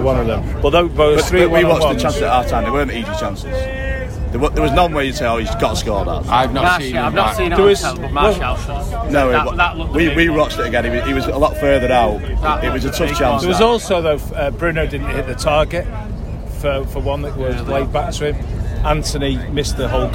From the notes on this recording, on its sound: From Brighton away. With travelling Reds, Brighton fans and recording from the away end as United lose yet again away to a decent side.